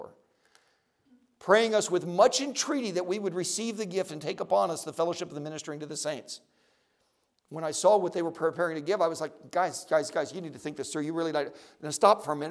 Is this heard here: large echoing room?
yes